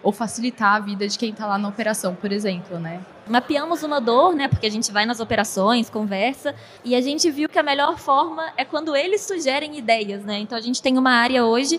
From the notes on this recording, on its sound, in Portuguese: realizado ao vivo no Siemens Innovation Forum 2022